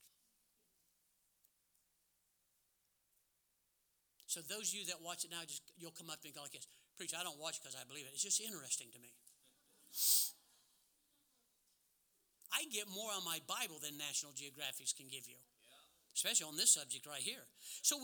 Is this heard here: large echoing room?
yes